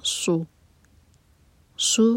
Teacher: صوت جو ہے یہ ہے ہیوی لیٹر تو اس کو سین کا ساؤنڈ نہیں دینا، سو نہیں کہنا، یہ سو سو حو ہا حلق سے فی.